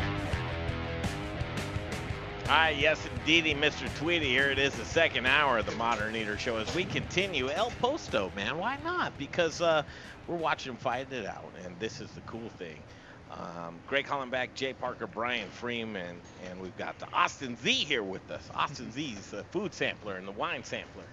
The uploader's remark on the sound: Live from Il Posto Italian Restaurant!